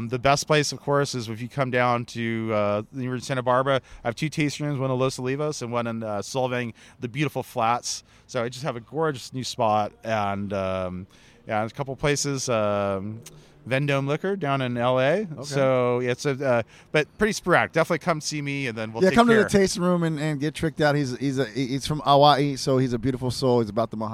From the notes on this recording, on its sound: Live from Hospice du Rhône. Live chats from Hospice Du Rhône’s flagship event in Paso Robles, California. The 2022 event featured over 120 international Rhône producers. Was there recording live with many of the brilliant winemakers and other prominent wine folks attending this year.